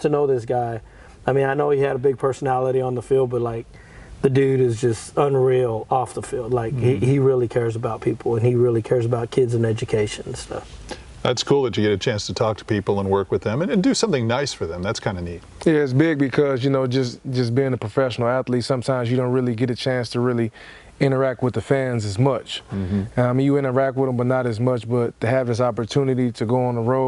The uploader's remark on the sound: Their own personal car stories from inside a 1957 Lincoln Premiere Convertible at the Automobile Driving Museum in El Segundo, California!